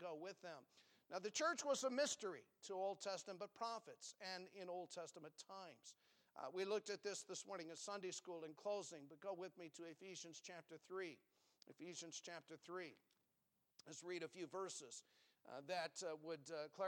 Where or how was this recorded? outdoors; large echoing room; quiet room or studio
large echoing room